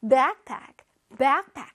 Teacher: Backpack 할 때 back를 강렬하게 하고 pack는 부드럽게.